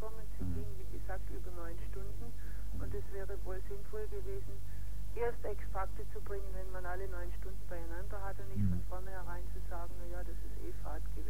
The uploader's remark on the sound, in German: RDL Badische Antenne. Telefoninterview Landtagsabgeordnete.